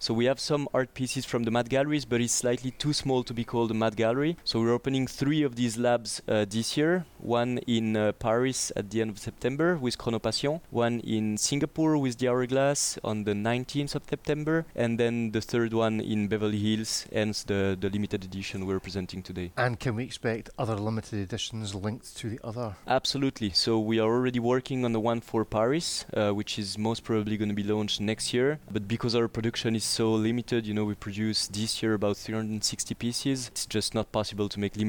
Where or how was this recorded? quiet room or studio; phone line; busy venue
busy venue